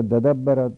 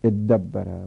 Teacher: تدبره مثلا جایز است توش قلب کنیم به دال، میشه ددبره، دال اول ساکن در ثانی ادغام میشه